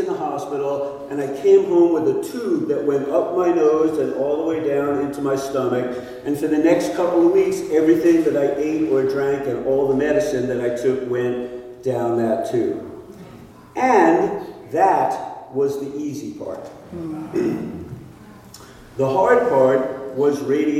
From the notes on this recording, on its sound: live on stage at Alberta Abbey for live storytelling with Portland Story Theater